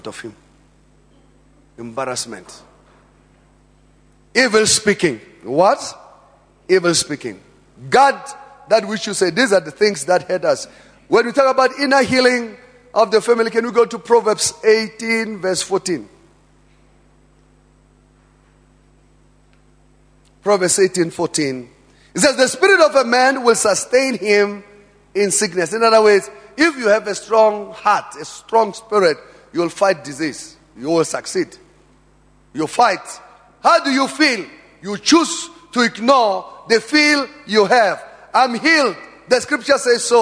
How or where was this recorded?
large echoing room